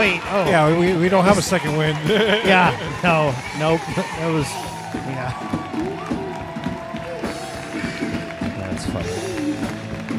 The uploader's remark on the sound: Filmed in front of a live Studio Audience.